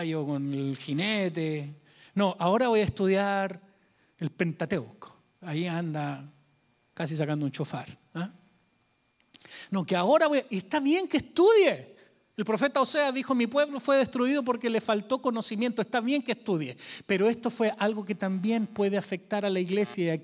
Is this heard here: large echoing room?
yes